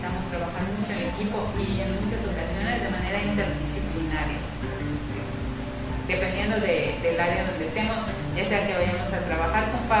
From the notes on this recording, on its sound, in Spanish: Como es mi primer podcast tengo presente que quizás no es la mejor calidad en audio sumado a las condiciones actuales del distancia y mascarilla.